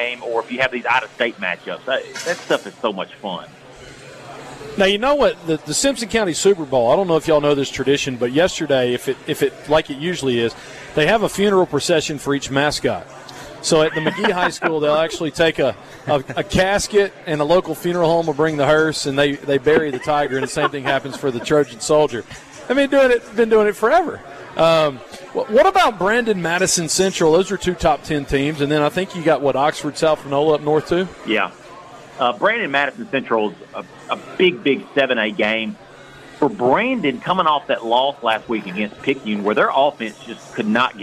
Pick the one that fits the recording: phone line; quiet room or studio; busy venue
busy venue